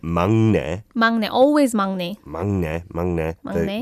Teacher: The 기역 받침 and the 니은 of the next sound kind of blend in together.